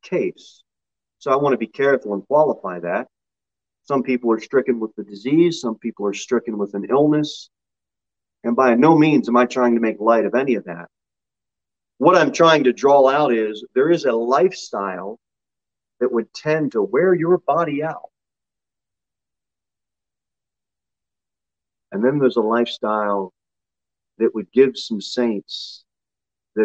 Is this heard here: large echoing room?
yes